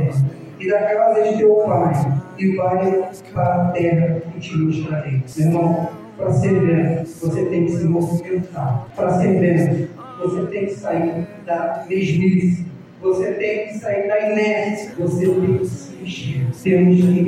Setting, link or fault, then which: fault, poor sound quality